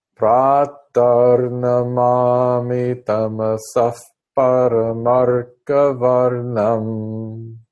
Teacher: It sounds very bad to my ears because when you put the words together, tamasaf param, then that's when the F sound comes, tamasaf param, because it's followed by a pakara of param. · Term: upadmaniya